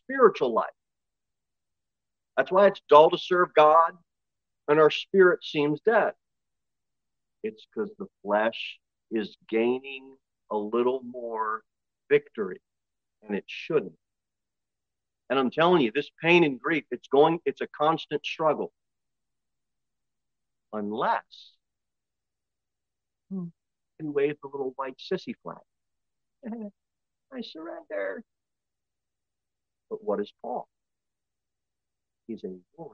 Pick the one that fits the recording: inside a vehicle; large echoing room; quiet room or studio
large echoing room